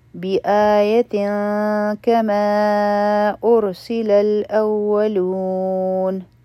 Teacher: بآية كما أرسل الأولون، بآية آ مدی بدل دی، پتا بانی تنوین دی، مخکې کاف راغی، دلته کې به مونږ اخفا کوو، دوه سیکنډه ټایم به ورکو، او د کاف دپاره به خپله ژبه تیاره کړو. بیا په کما باندې چې کوم مد دی، نو دا مد منفصل دی، د دې مقدار څلور حرکا دی.